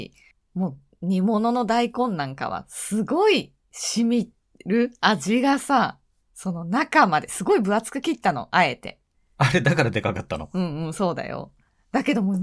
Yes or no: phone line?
no